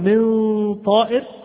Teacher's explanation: نلاحظ تفخيم الغنة. لماذا؟ لأن الحرف الذي جاء بعد النون أو التنوين من صفاته الاستعلاء، من صفاته الاستعلاء أو التفخيم، فيكون الإخفاء أيضا تابعا لهذا الحرف، تابعا لهذا الحرف.